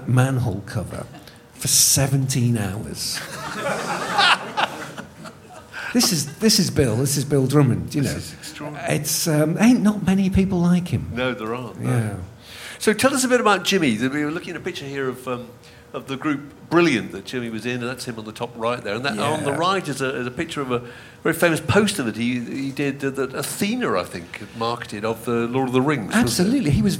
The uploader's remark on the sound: This podcast was recorded in front of an enthralled audience at 21Soho in London.